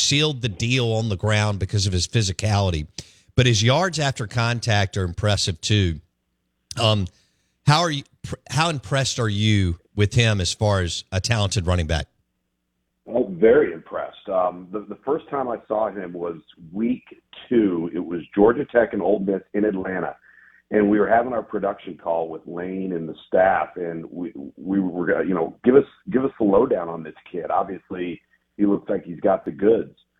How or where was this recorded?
phone line